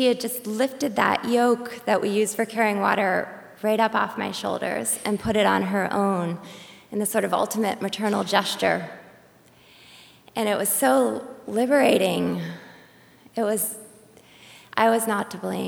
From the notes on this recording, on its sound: A special live edition of The Moth at the State Theatre in Portland, Maine.